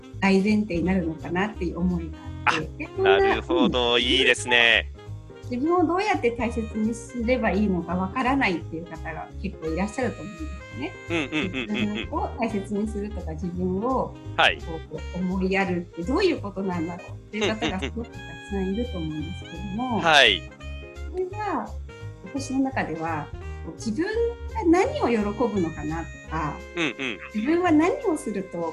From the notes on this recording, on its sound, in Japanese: カラフル・スペース放送局』は、ZOOMを使っての新しい形のトーク番組。